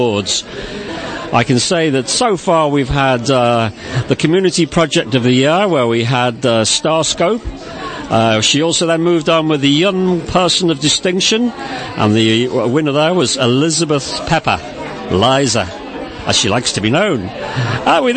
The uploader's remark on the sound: A specially-recorded program from the finale of the Mayor's pride Awards 2017 from St Michael's Manor in St Albans. Where the winners of all 8 categories and special awards were announced.